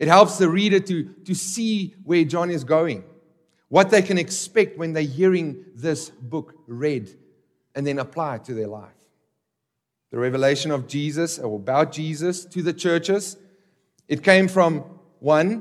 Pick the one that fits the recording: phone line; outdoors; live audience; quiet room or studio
live audience